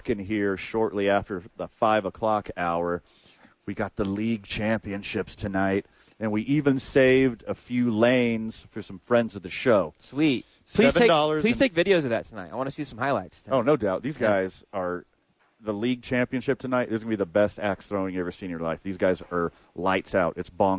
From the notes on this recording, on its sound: Live from ABQ AXE.